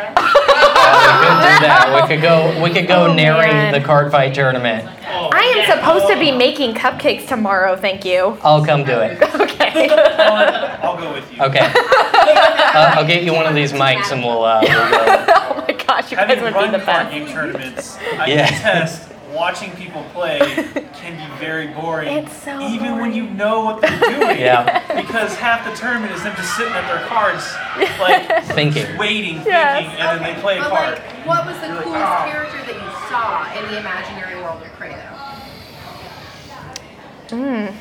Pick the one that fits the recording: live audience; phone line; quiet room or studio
live audience